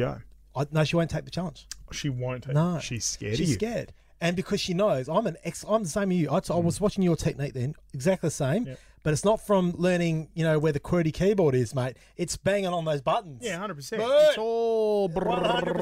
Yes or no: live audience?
no